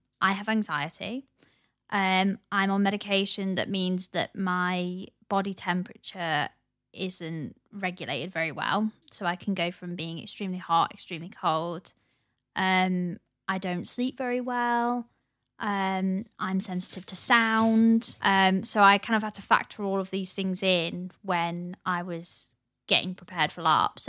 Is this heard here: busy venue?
no